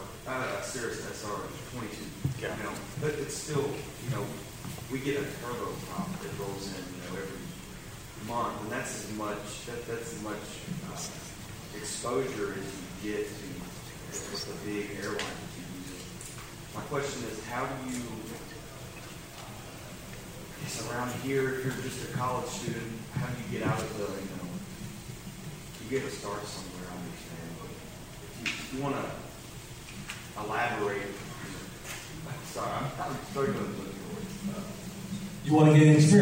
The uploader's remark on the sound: LIVE at EKU!